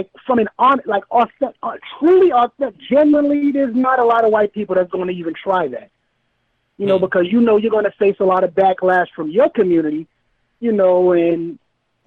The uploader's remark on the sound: Call-in Episode #002. Take calls from listeners.